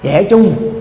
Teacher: TR thường đọc trại thành là CH.